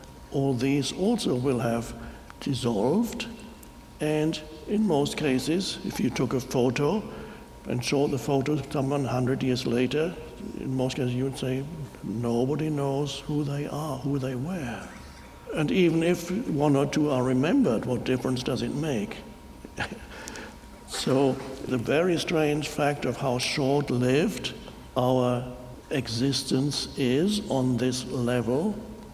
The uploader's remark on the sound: talks to an audience in Chicago